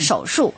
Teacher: 手术的术是翘舌音的啊，要把舌头翘起来